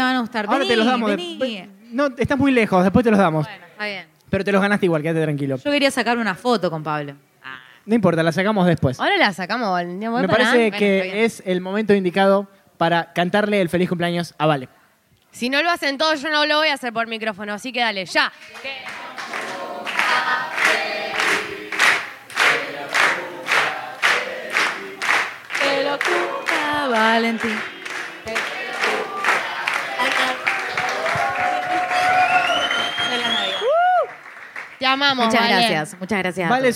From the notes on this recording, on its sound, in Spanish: ¡ES EL SEGUNDO BARLEY EN VIVO! Grabado en vivo desde Zapata, en la ciudad de Rosario. ¡Muchas gracias a toda la gente que asistió, escuchó y se rió con nosotros!